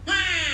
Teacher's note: I'm pretty sure we got a near open front unrounded vowel